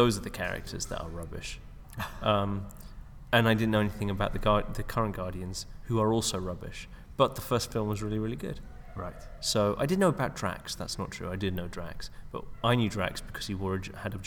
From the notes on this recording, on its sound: Recording at the McKee Story Seminar in London.